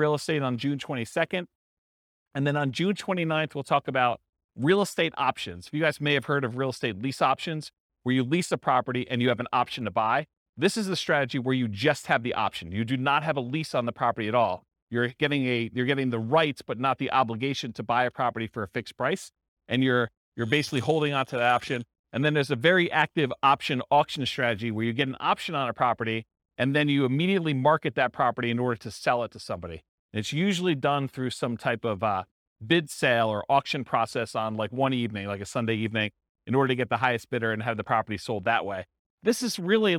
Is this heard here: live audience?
yes